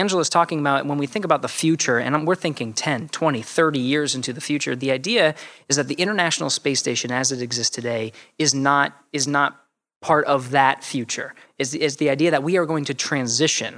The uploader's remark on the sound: A Live Recording. We recorded this podcast in front of a live audience at Space Center Houston. Before opening the conversation up to an audience Q&A.